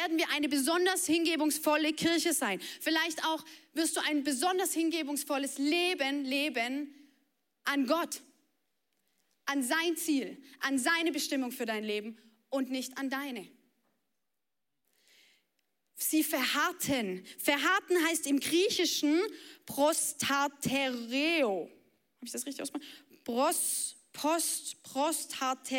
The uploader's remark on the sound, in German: Audiomitschnitt der Predigt vom 14.